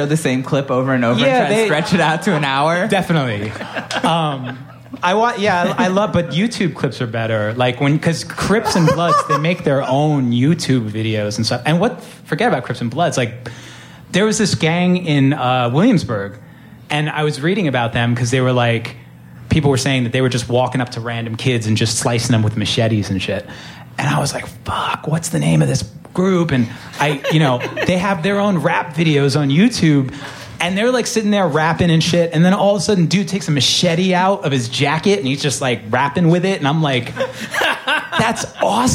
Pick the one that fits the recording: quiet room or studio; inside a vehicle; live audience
live audience